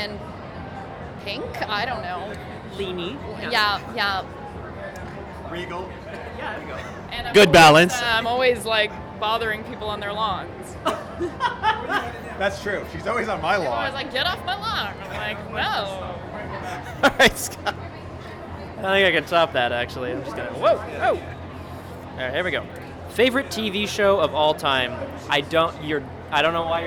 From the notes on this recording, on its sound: All live from Toronto Fan Expo